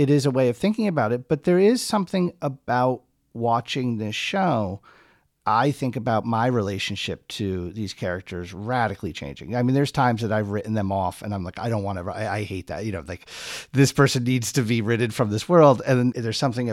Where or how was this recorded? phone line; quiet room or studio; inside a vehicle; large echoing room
quiet room or studio